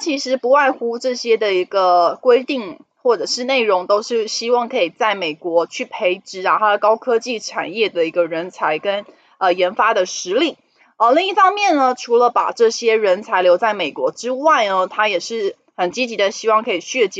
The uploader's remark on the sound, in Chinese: 本集有些許雜音，已亟力避免，如有察覺請多多包涵